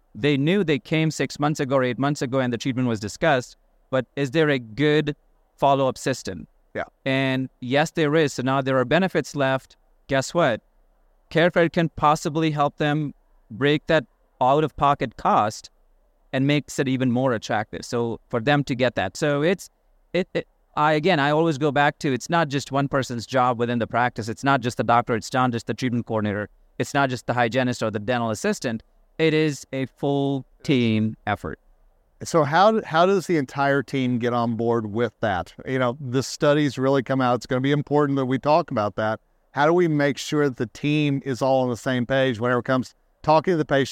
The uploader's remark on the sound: In this episode recorded at SmileCon in Orlando, Fla.